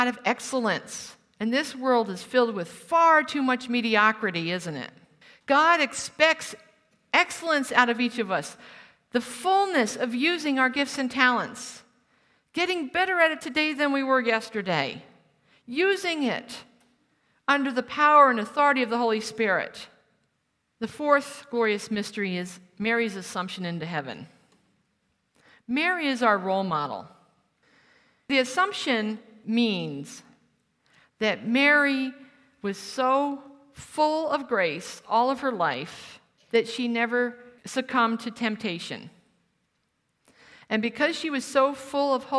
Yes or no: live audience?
yes